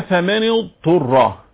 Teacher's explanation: نفصل الضاد عن الطاء. هكذا لان البعض بيضغم الضاد في الطاء وهذا خطأ